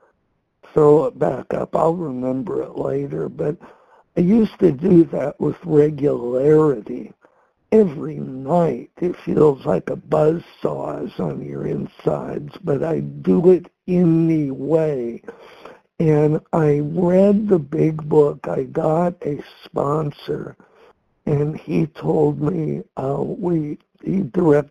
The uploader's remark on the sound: from the 100 Pounders Phone Meeting